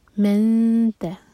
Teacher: نون کی آواز کو چھپائیں گے اور تا کے لیے زبان تیار · Term: اخفا